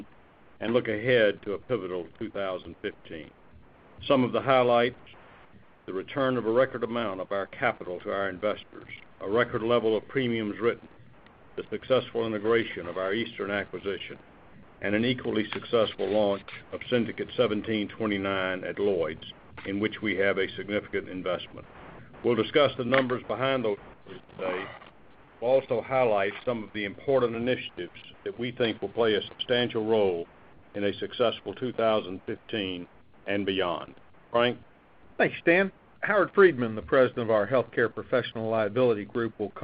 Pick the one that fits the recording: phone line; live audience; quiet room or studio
phone line